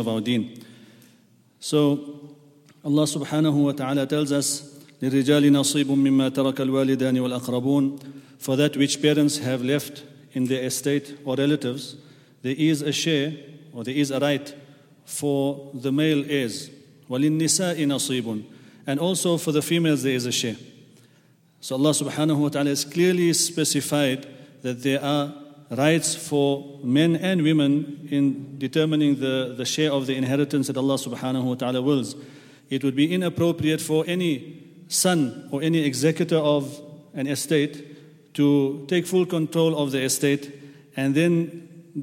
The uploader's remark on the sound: at the Houghton Masjid (West Street)